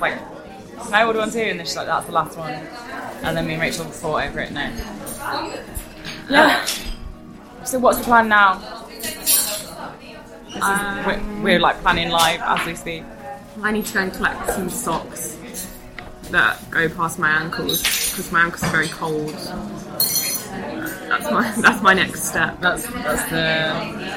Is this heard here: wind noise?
yes